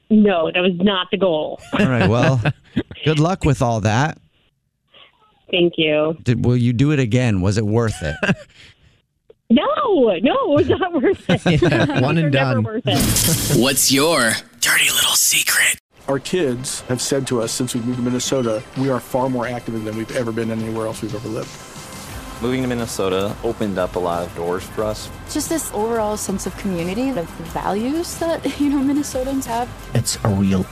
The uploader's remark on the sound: called into The Jubal Show